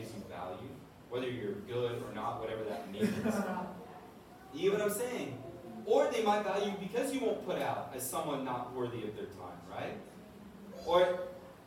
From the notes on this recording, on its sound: This is a recording of a previous lecture we did on relationships, marriage, and sex. The quality of the recording is not our usual standard.